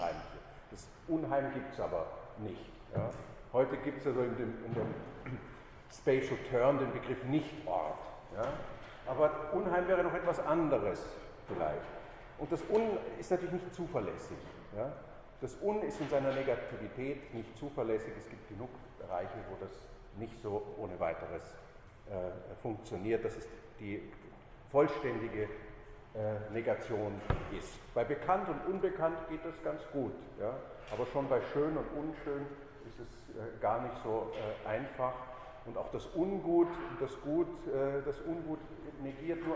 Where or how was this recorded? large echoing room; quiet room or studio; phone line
large echoing room